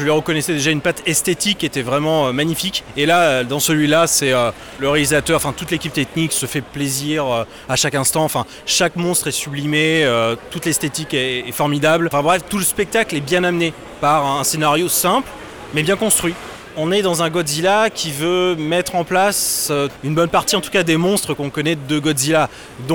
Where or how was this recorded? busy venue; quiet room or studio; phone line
busy venue